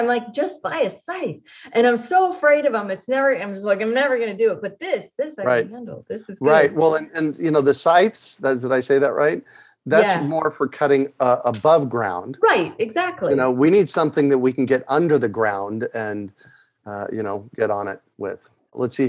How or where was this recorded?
video call